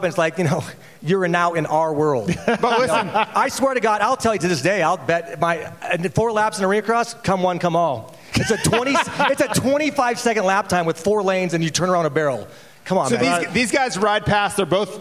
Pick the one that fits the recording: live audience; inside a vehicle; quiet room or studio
live audience